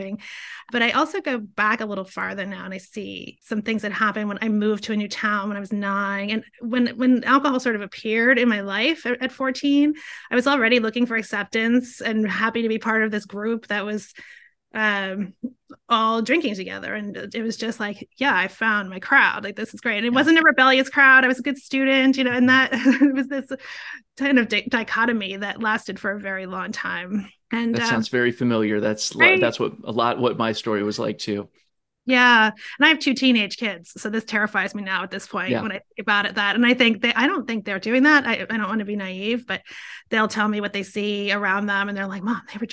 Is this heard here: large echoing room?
no